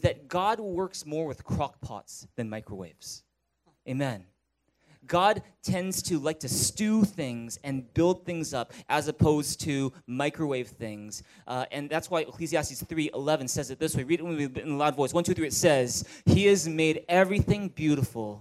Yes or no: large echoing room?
yes